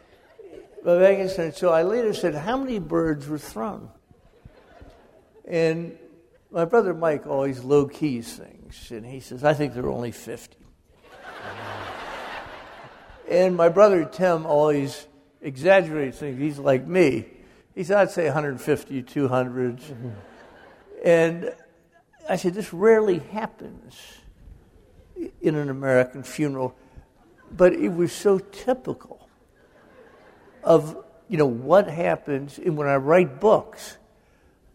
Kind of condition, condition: setting, live audience